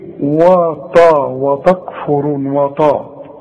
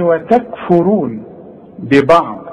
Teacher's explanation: الواو دائما و التاء، تاء مش طاء · Shown in: second take